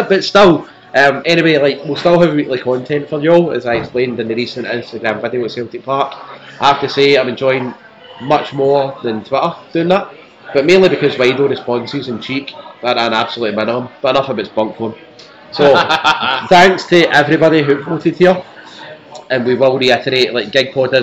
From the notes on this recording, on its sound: From a loud pub, which we could do nothing about